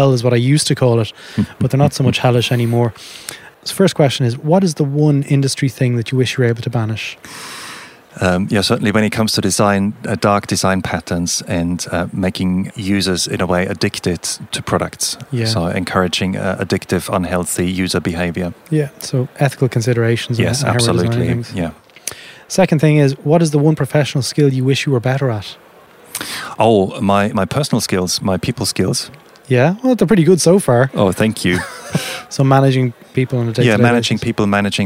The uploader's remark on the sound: Whilst at the Leading the Product Conference in Stockholm recently, I caught up